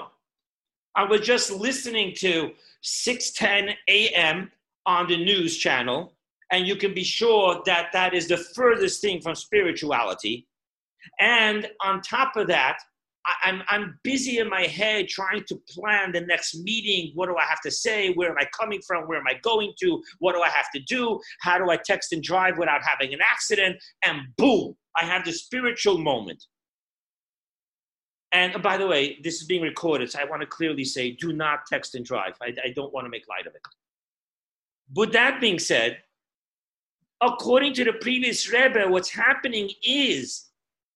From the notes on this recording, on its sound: Zoom Parsha Class